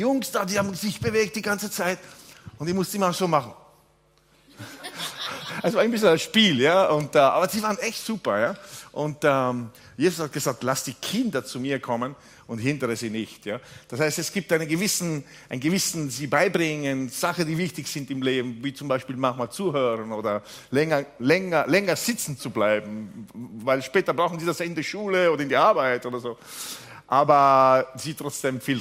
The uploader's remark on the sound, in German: Gottesdienst live aus der LIFE Church Wien